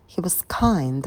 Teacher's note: я выделяю основное слово kind, а местоимение и глагол to be я произношу тише